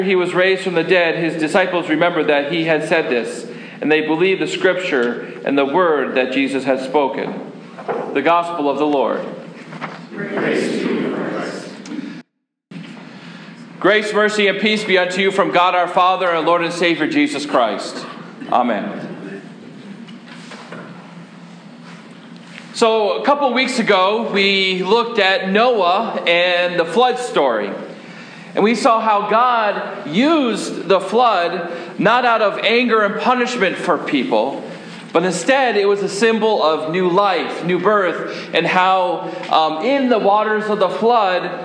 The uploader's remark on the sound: Sermon preached on March 8, 2015 at Faith Lutheran Church in Gardner, MA